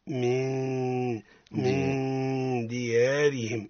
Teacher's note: مجردة من السكون من لفظ من نعم. أتى بعدها الدال اللي هو من حروف الإخفاء حكمها الإخفاء مع الغنة